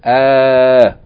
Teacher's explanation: It's as though you're pronouncing hamza with fatha elongated by alif. Ah. Alright?